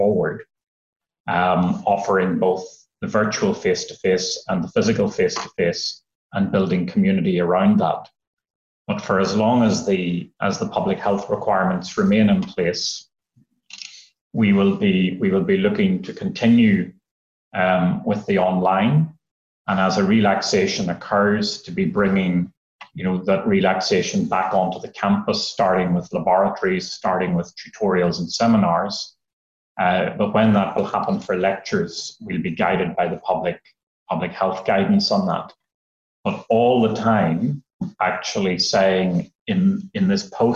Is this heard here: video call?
yes